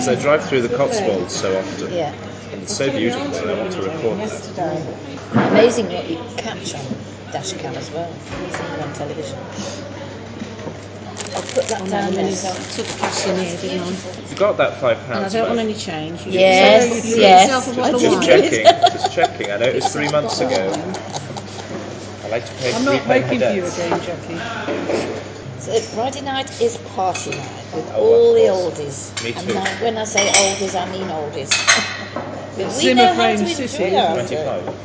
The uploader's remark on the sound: record our daily breakfast conversation at Xcel Leisure Centre